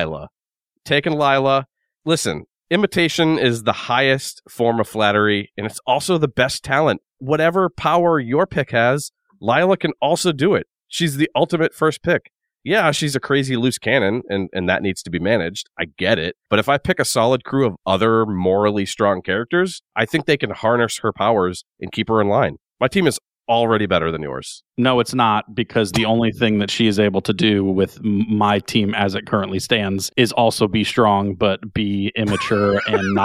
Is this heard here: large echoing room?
no